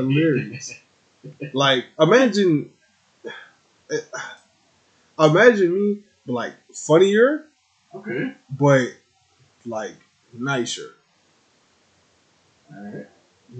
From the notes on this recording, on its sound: Slight Audio issues in this episode.